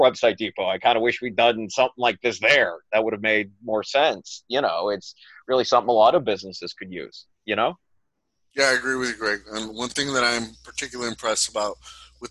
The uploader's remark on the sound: We conducted this meeting remotely on Zoom.